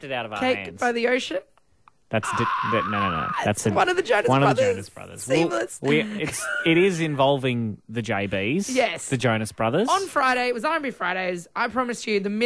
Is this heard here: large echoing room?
no